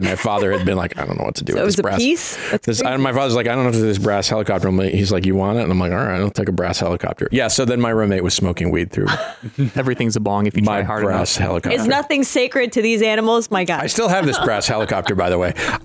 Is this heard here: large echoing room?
no